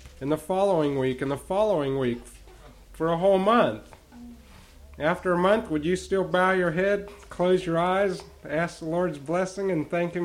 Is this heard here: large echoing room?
yes